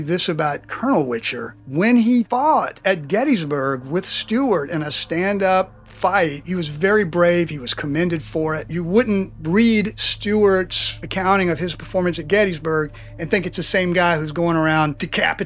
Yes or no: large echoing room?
no